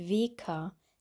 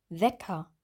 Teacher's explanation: Bei dem E geht der Unterkiefer weiter auf und die Zunge ist ganz breit im Mund. · Shown in: second take